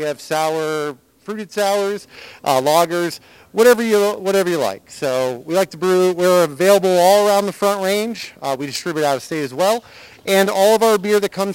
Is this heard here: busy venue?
yes